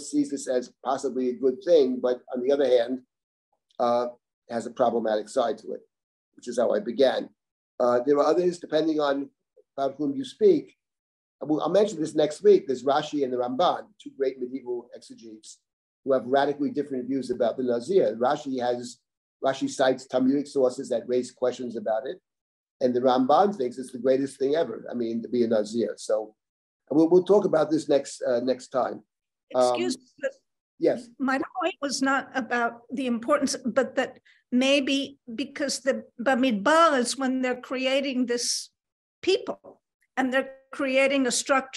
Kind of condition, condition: link, video call